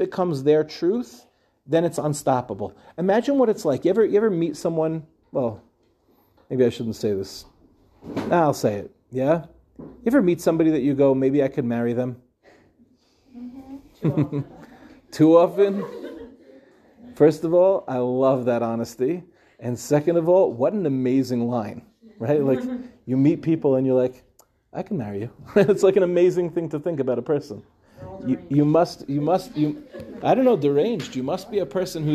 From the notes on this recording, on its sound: In this shiur, delivered in Sharfmans